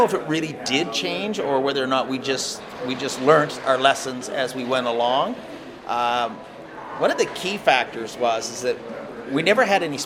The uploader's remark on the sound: This was recorded in a hotel lobby the afternoon of the naming of the Atlantic Schooners with SSE back in 2018.